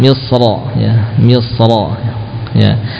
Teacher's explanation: Misra saat wasal tebal ya, karena memang ra-nya fathah.